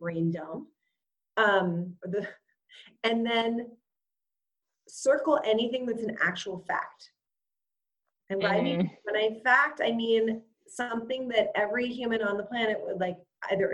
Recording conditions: video call